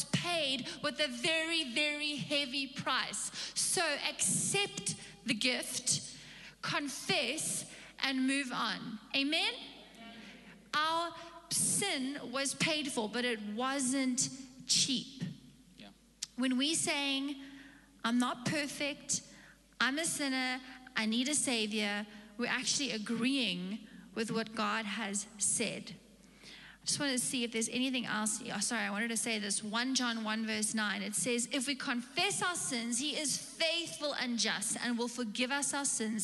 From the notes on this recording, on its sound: Recorded live on Sunday the 1st May 2022